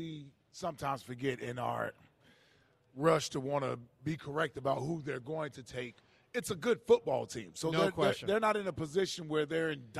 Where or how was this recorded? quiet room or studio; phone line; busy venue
busy venue